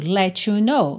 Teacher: muito comum essa junção, né, de uma palavra terminando em T com you, fica to, let you know.